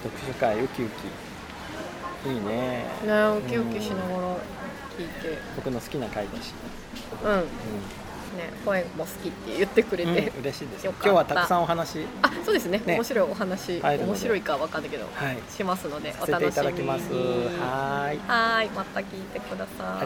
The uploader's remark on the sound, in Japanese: 収録日: 2017年6月28日 (雨) 収録場所: 上野公園